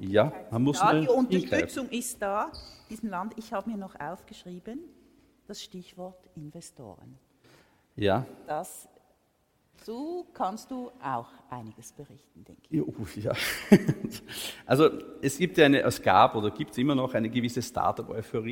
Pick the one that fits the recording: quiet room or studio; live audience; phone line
live audience